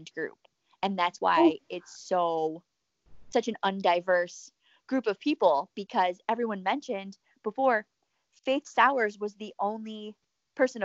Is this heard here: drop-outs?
yes